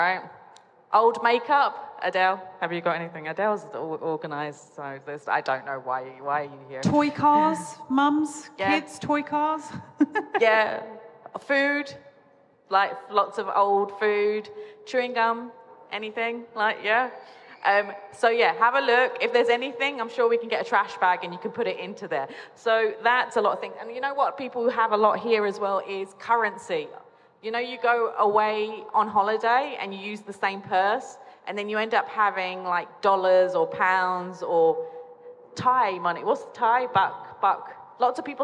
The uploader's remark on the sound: at the Dubai Home Festival 2020 at Nakheel Mall, The Palm